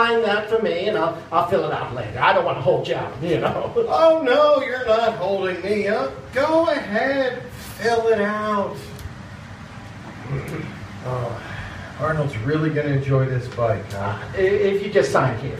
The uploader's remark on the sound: the recording quality is not as great as the others